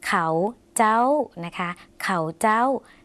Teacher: สระเอาภาษาลาวจะออกเป็นเสียงสั้นค่ะ